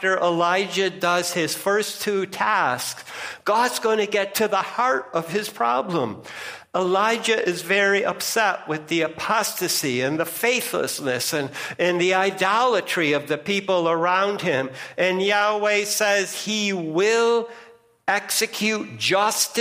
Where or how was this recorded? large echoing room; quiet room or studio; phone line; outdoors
large echoing room